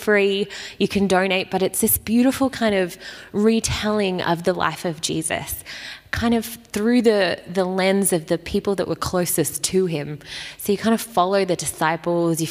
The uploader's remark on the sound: Recorded at Restore Church on August 1st 2021